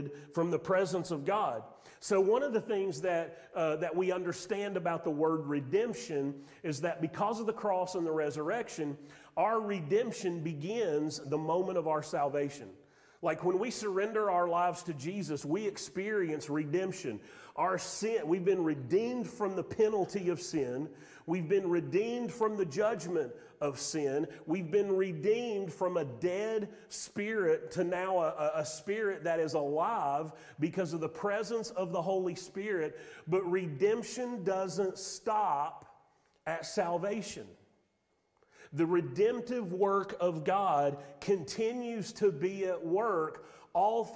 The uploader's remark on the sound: Sermon audio from Mission Church in Locust, NC.